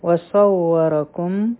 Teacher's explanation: صاد غټ حرف دی، په دې کې د سیټي آواز دی